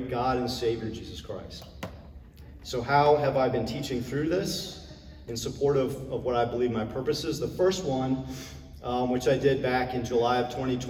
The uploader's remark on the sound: Originally recorded on December 11, 2022, at Dunwoody Community Church.